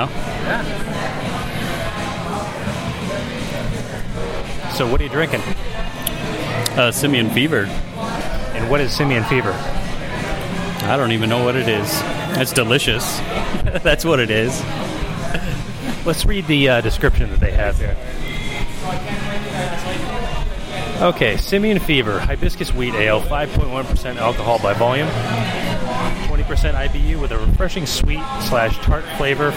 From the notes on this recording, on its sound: Live From 2016 Brew Up Some Memories Event